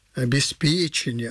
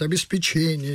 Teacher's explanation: С ударением на «п» – обеспечение, а не на «че». · Shown in: first take